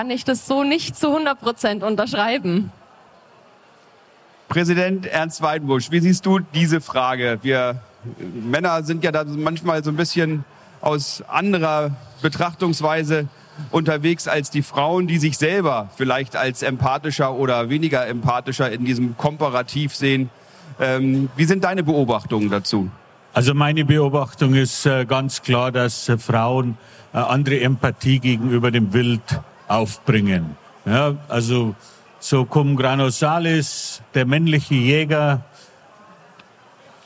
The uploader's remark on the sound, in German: Die Tonqualität ist einer Besuchermesse entsprechend und nicht mit den Studio-Folgen vergleichbar.